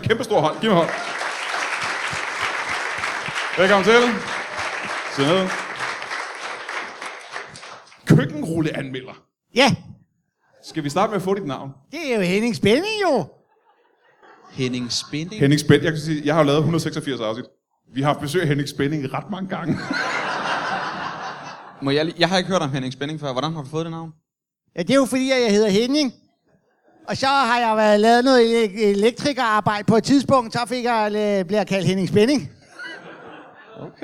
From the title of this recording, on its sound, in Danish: Live fra Comedy Zoo København